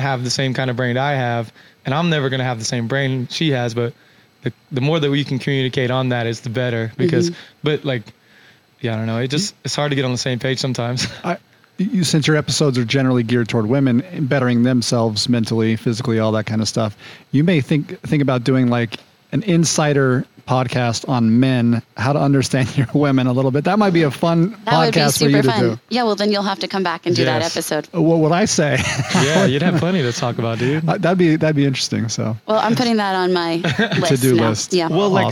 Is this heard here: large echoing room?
no